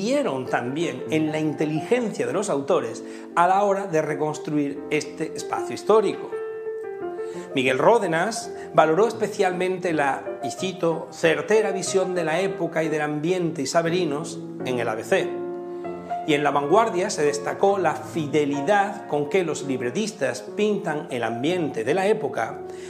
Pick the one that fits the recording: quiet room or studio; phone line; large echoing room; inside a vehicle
large echoing room